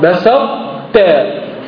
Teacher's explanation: لكن تدغم الطاء في التاء ويبقى صفتها الإطباق، يبقى الإطباق ظاهر